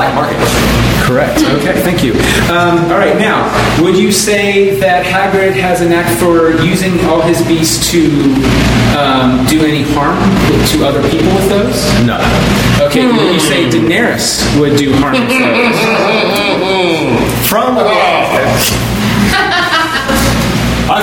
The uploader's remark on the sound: Originally Recorded Live at Packrat Comics